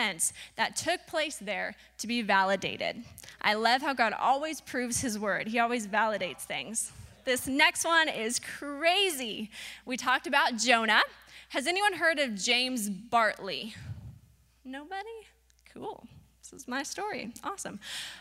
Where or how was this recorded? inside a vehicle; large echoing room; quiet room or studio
large echoing room